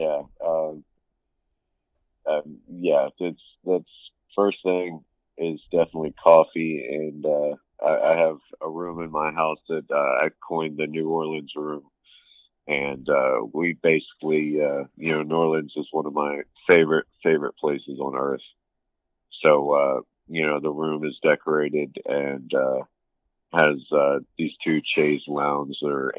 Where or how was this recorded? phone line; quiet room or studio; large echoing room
phone line